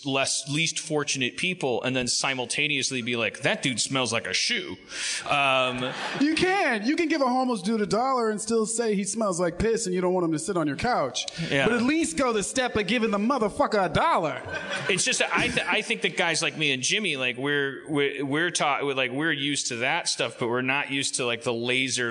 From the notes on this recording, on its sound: LIVE from the Chicago Improv Festival 2017. Joins the Chicago Improv Festival.